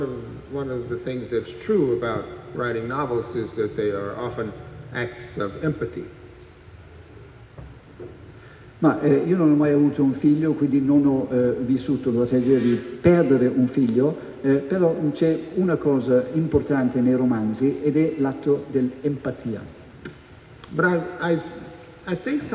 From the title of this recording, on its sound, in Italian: al Festivaletteratura 2015